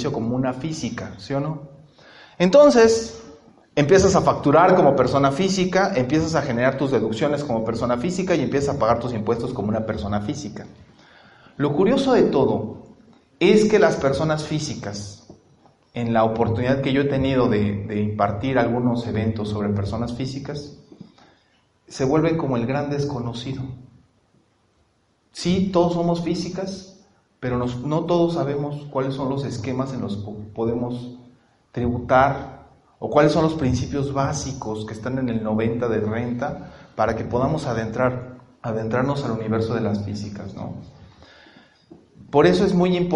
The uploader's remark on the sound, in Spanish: compartimos la exposición dentro del Panel Universitario en el marco de los festejos de la Semana de la Contaduría Pública 2019